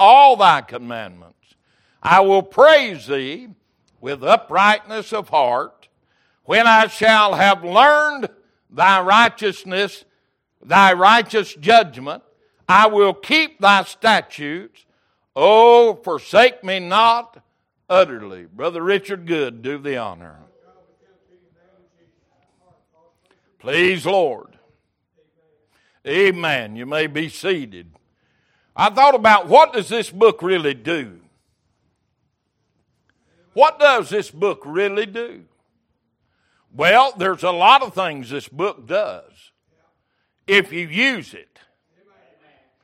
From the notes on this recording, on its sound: Wednesday Evening Service.